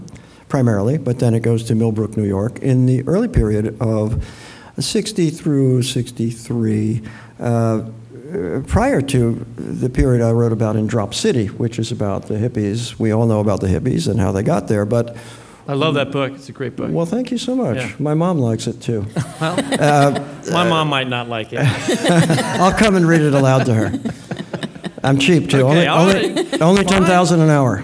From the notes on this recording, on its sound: taped live at the Miami Book Fair